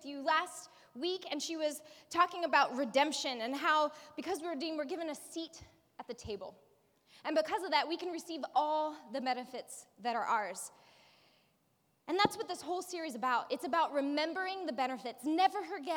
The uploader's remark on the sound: preached this message at our Movement Community on Sunday, April 22nd.